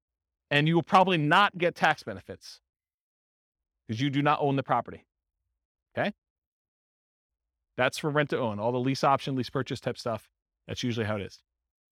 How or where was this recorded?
live audience